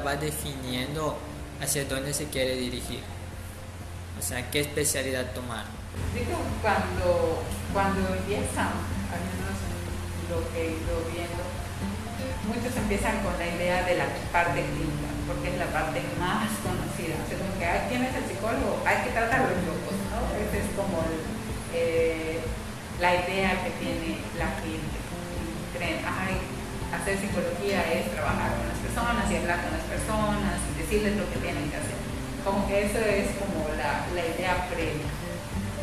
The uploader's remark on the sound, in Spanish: Como es mi primer podcast tengo presente que quizás no es la mejor calidad en audio sumado a las condiciones actuales del distancia y mascarilla.